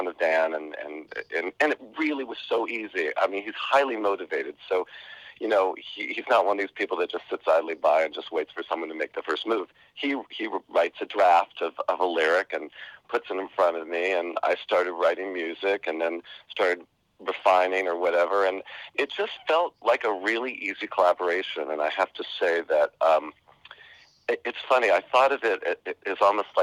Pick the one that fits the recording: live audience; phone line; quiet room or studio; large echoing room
phone line